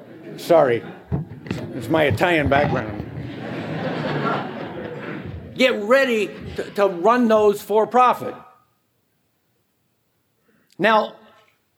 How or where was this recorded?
live audience